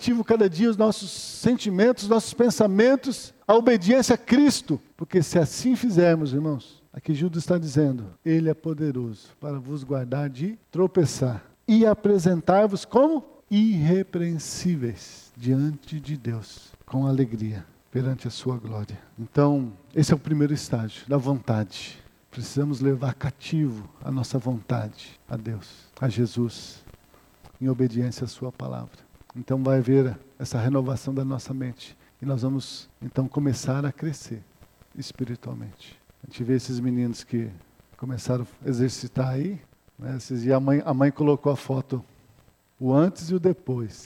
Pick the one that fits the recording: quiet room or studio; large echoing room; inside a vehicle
large echoing room